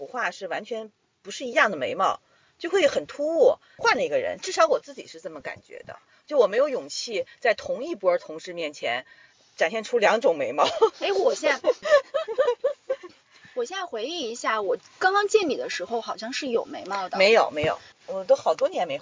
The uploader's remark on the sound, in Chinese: 具体场景是：地下车库，车里。录音笔在中间。的羽绒服一直在沙沙作响。